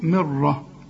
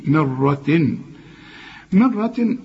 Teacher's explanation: الراء المفتوحة مفخمة، لكن هنا الميم تكون أكثر رقة لأنها مكسورة